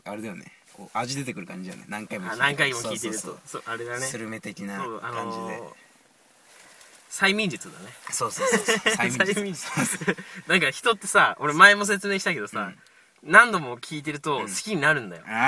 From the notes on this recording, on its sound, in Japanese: 寒空のした収録した第1回目でございます。